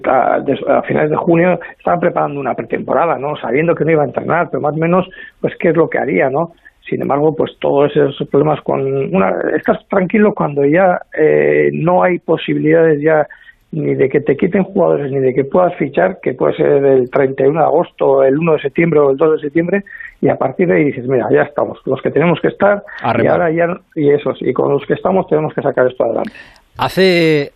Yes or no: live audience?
no